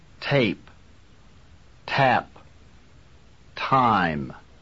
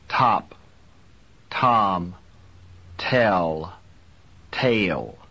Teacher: Phoneticians call this kind of T with a puff of air an aspirated sound.